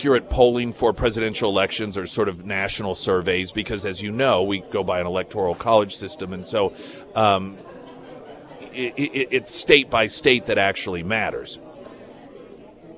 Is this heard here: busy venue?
yes